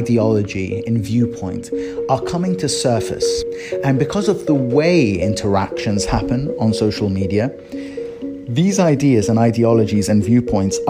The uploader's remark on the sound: Recorded on my phone while pacing around over creaky floorboards (apologies for the sound!)